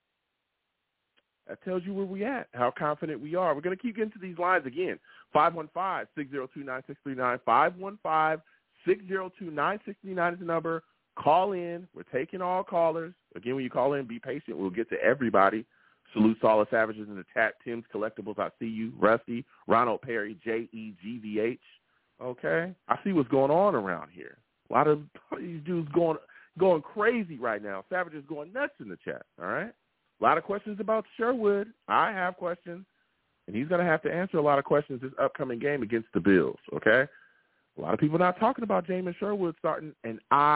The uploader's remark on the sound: Tonight, live at 7pm eastern. I take live calls!